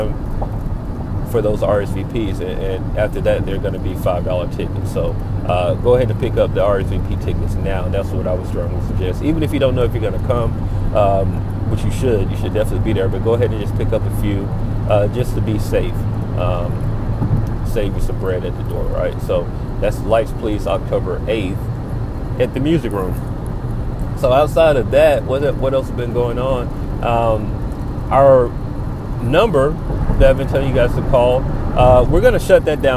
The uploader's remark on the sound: We recorded this one while sitting in rush hour traffic.